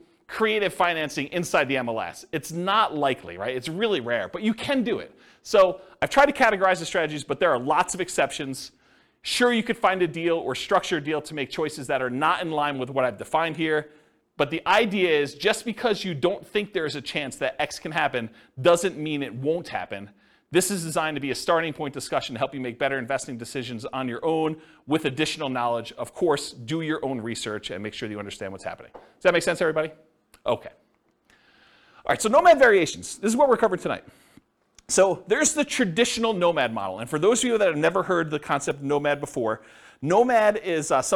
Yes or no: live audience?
yes